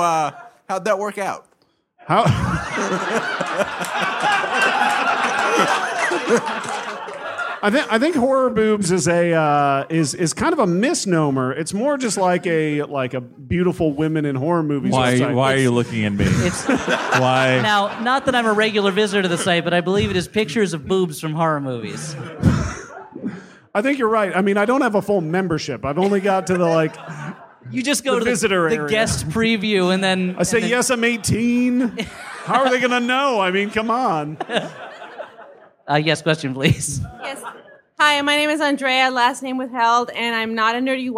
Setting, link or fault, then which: setting, live audience